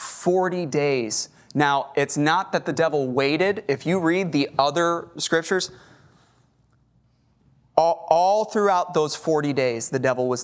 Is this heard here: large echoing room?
yes